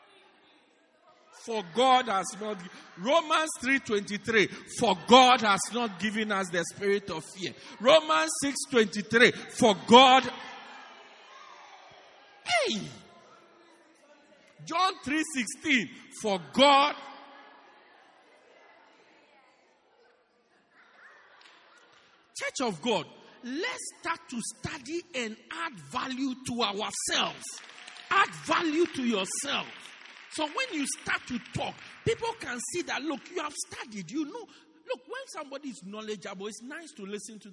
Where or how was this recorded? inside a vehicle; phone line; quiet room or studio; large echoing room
large echoing room